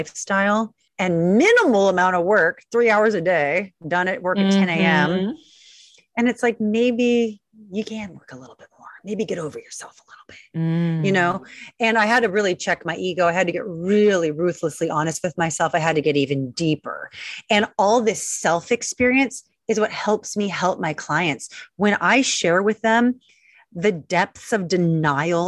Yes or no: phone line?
no